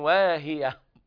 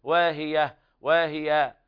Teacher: لابد من همس الهاء عند الوقف · Shown in: first take · بعض الناس يقرأ لحنا واهية واهية، فطبعا يقلب التاء المربوطة ألفا، وهذا لحن أيضا لابد من همس الهاء.